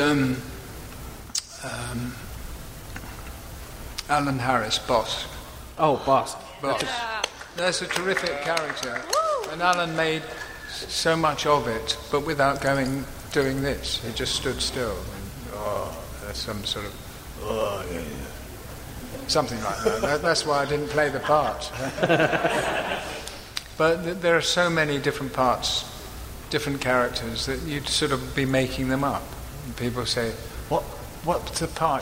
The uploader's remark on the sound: live at Salt Lake Comic Con